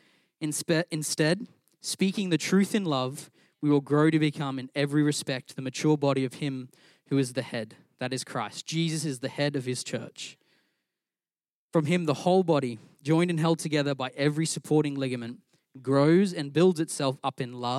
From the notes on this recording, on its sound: Recorded during our Melbourne East service on Sunday, the 13th of August 2023.